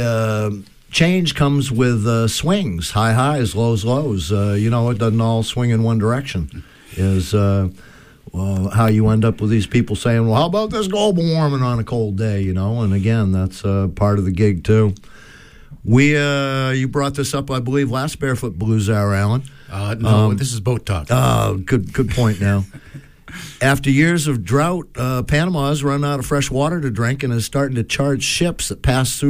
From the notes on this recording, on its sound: By phone doing the loop.